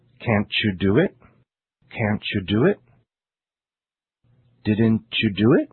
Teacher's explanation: when a word ending in the T sound, t, is followed by a word beginning in a Y sound, y, you get the sound ch